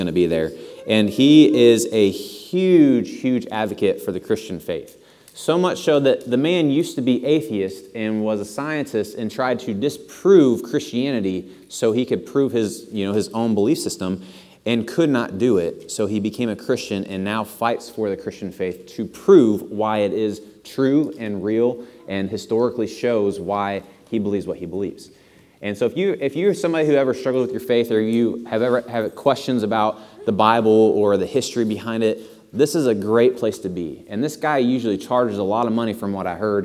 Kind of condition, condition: setting, large echoing room